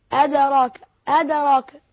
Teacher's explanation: القلقلة تميل إلى الفتح